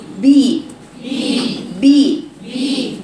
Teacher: الباء بإطباق الشفتين، يبقى هقرأها هطبق الشفتين واجيب المخرج بعد أقصى بي بي بي وليست بي.